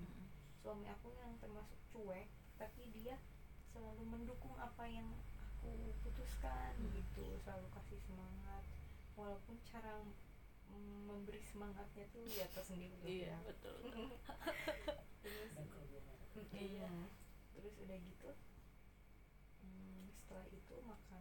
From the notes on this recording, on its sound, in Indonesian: Sebelumnya saya mohon maaf karena audionya kecil jadi harus pakai earphone huhu.